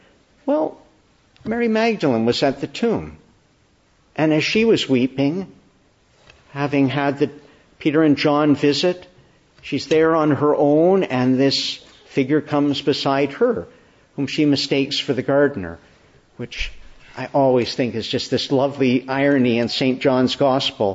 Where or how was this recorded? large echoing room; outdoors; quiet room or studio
large echoing room